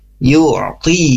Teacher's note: Yu'ti tengah tenggorokannya terbawa ya atau terlibat begitu ya. Karena masuk ke tengah tenggorokan untuk bunyi huruf ain ya.